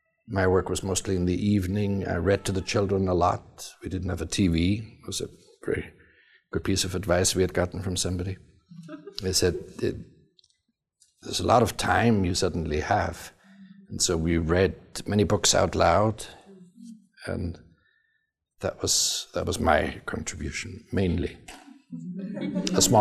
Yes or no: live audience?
yes